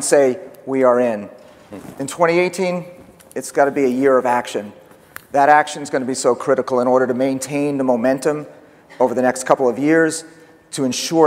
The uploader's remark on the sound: The best of live interviews from GreenBiz events.